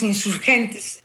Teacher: la E final apenas se hace audible cuando hablamos rápido